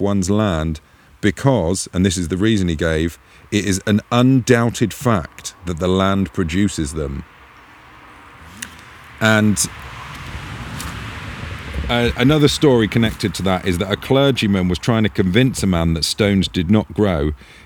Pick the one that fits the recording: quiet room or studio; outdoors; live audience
outdoors